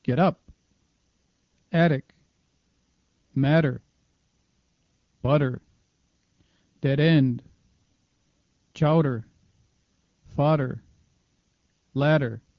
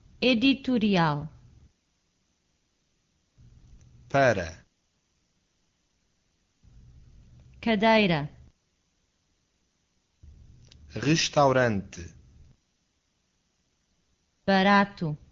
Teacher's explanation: The English equivalent of the Portuguese single R is the single or double T or D between vowels.